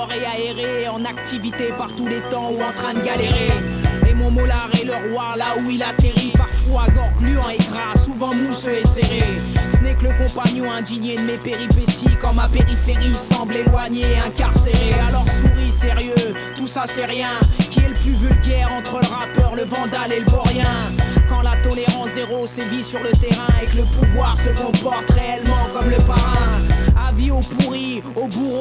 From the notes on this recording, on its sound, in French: en public au café La Clef